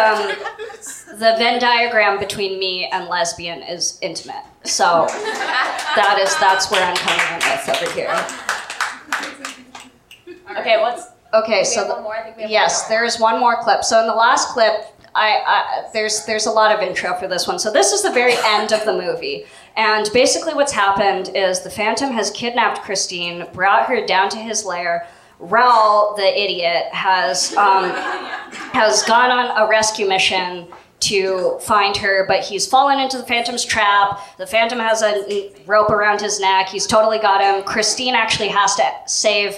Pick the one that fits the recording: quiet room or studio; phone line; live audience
live audience